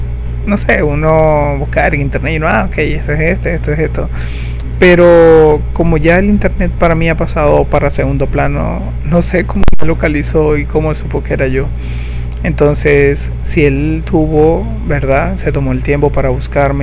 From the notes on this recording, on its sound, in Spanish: Disculpen el mal sonido, escúchenlo con poco sonido.